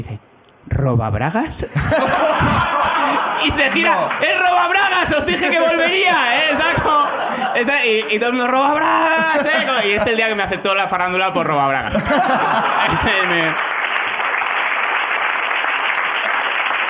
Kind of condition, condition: setting, live audience